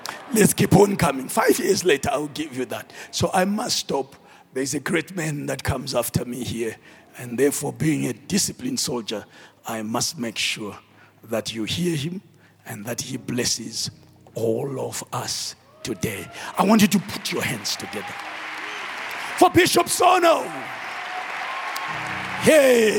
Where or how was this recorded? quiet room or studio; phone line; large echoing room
large echoing room